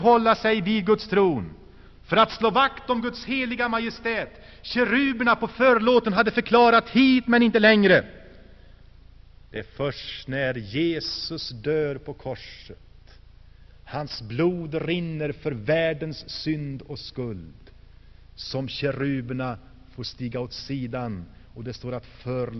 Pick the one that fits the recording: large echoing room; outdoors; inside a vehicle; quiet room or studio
large echoing room